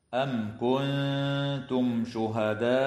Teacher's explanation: حكمها الإظهار الشفوي، وتخفى النون الساكنة عند التاء مع الغنة مرققة في كلمة كنتم، وتمد الألف من كلمة شهداء بمقدار 4 أو 5 حركات من قبيل المد المتصل.